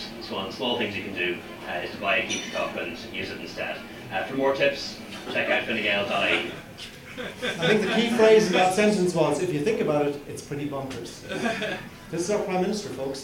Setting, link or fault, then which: setting, live audience